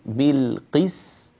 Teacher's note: السين مرققة تماما، ليس فيها أي صوت من صوت الصاد